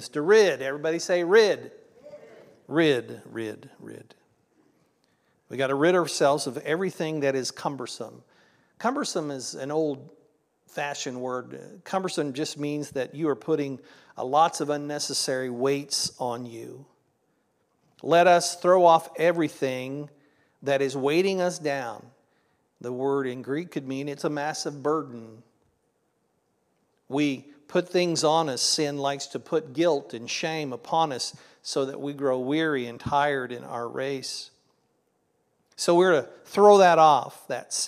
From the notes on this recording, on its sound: This was originally recorded at Palestine Church of Christ on Nov 5th, 2023.